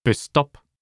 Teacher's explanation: you first say bus, then drag the S into top